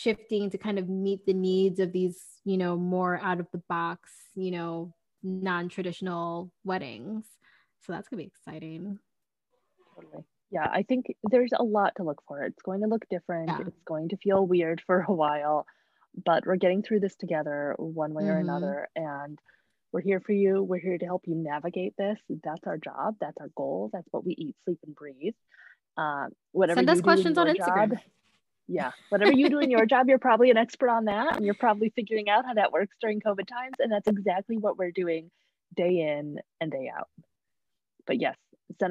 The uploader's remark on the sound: Sound quality was affected due to internet at the time of recording.